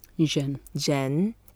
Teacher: And it's a second tone. Zhen. And it goes up.